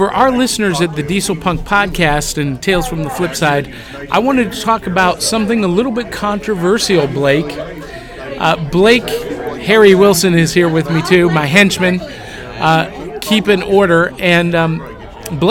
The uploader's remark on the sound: Live from Anachrocon in Atlanta Georgia!